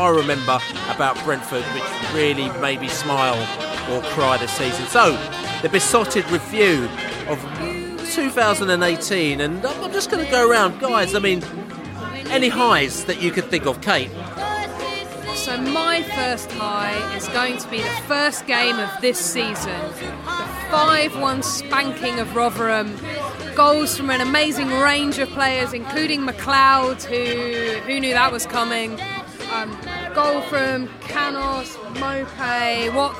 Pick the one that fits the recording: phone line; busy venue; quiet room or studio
busy venue